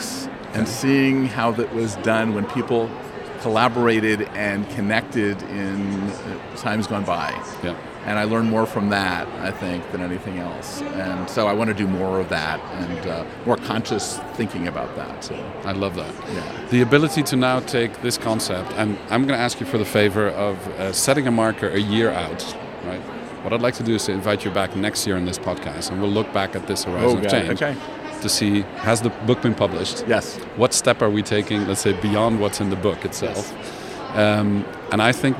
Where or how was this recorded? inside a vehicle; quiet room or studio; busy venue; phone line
busy venue